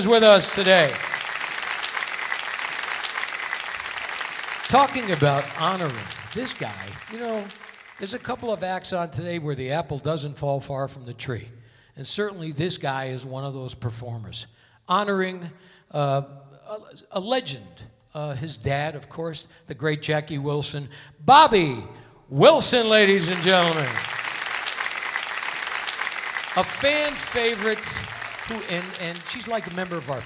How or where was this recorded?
busy venue